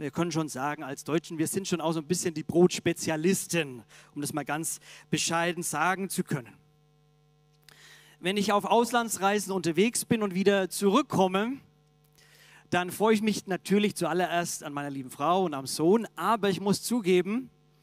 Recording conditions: large echoing room